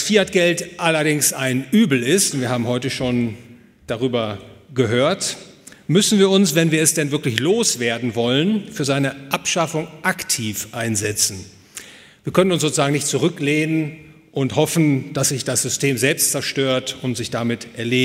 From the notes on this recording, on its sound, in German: Gehalten auf der Konferenz „Besseres Geld für die Welt“ des Ludwig von Mises Institut Deutschland. Hotel „Bayerischer Hof“, München.